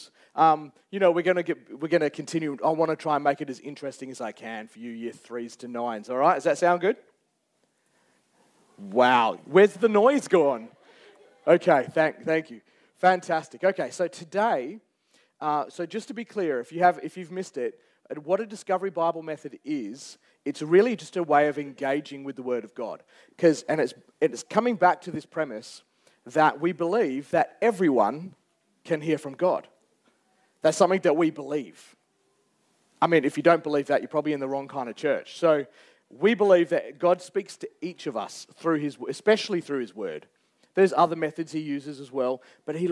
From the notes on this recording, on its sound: Recorded Live on 23rd July 2023